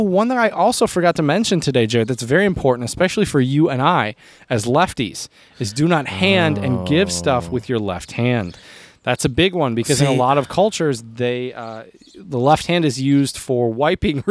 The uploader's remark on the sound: PORCH PODCAST. At his house doing a socially distant podcast outside on the porch.